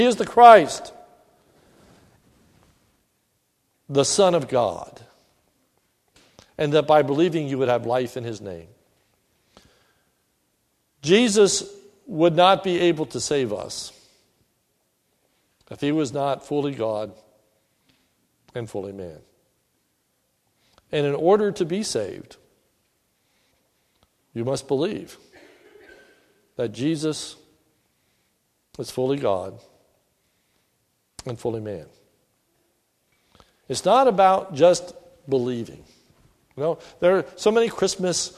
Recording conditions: large echoing room